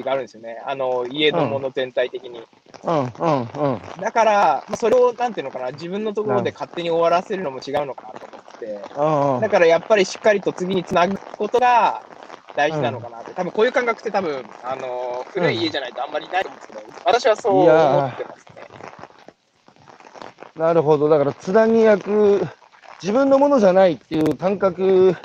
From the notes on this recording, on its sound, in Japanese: 歩きながら1時間、対談する。